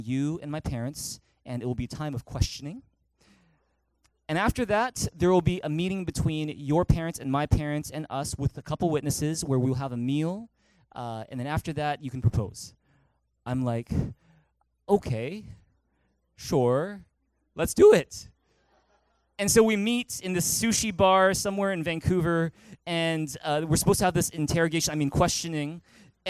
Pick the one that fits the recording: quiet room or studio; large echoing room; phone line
large echoing room